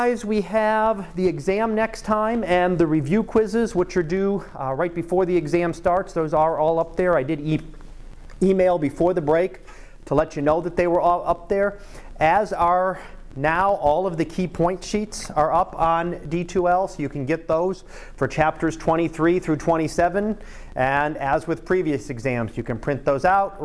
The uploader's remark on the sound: Live Class Lecture 2017 Nov 27